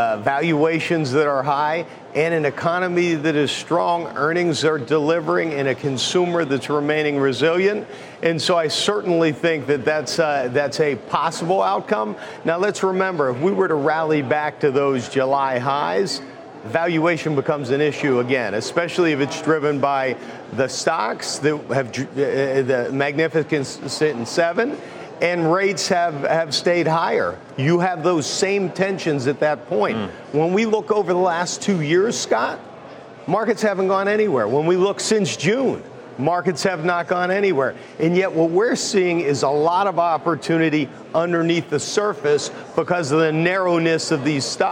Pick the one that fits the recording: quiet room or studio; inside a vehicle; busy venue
busy venue